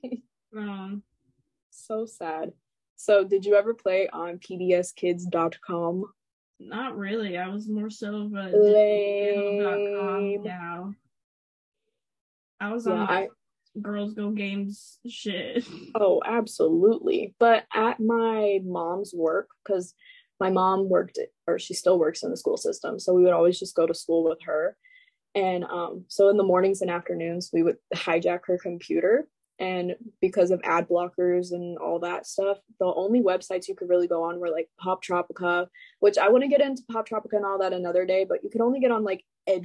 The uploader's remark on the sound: It’s over zoom this week and as chaotic as ever, enjoy!